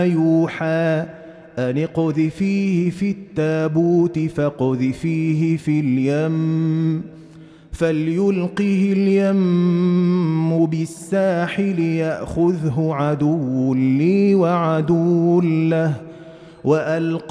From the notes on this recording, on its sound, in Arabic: مسجل من صلاة التراويح بمسجد السلام بحي مشرفة بجدة.